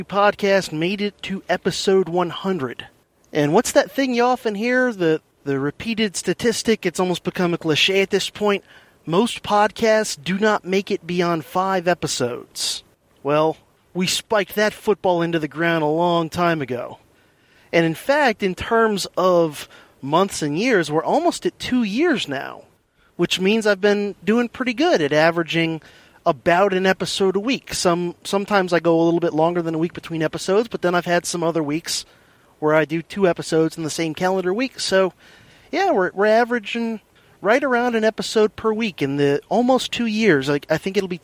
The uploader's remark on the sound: Pieced together in true guerrilla fashion from several commutes in the Silver Bullet, plus a little bit recorded from the (relative) comfort of the home office.